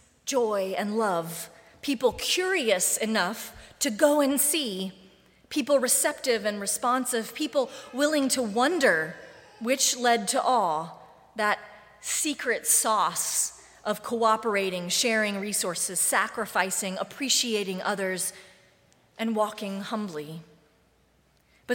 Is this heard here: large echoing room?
yes